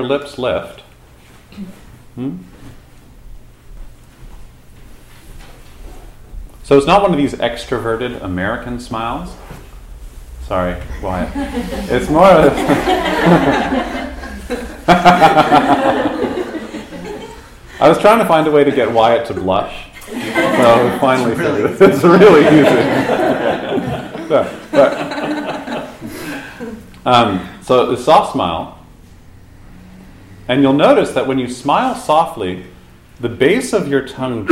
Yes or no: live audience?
yes